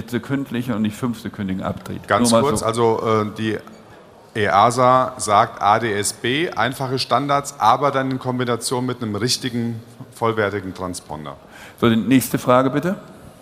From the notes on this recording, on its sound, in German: Podiumsdiskussion auf der AERO 2019 zwischen Fluglotsen, Vertretern der Airline-Piloten und Vertretern der Allgemeinen Luftfahrt.